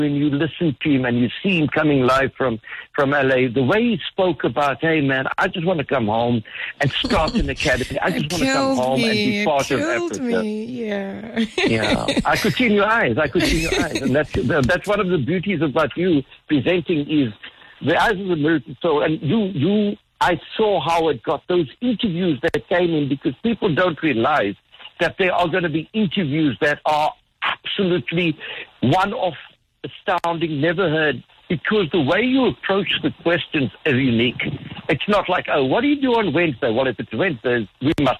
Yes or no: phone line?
yes